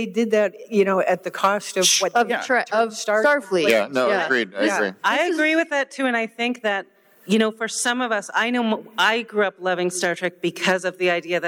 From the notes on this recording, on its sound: This is a special live joint podcast from the 57-Year Mission convention. At Star Trek Las Vegas the two TrekMovie podcasting teams got together for a “State of Star Trek” panel.